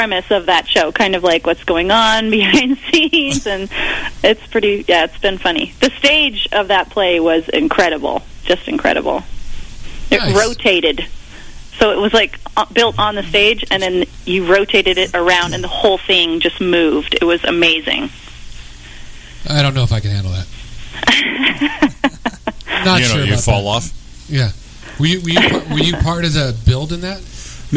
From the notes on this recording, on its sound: Cast members and old friends call in for a fun free-for-all show!